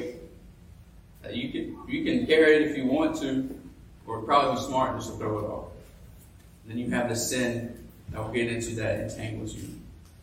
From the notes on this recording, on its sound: Preached this sermon at graduation Sunday at his Church! This week's podcast is a sermon podcast.